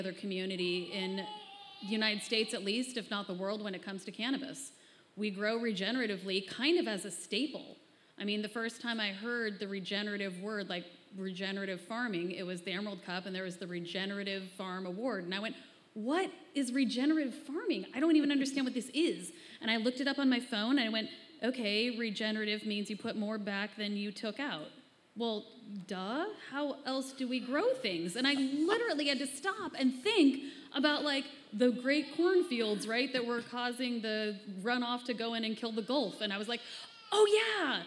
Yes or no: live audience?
yes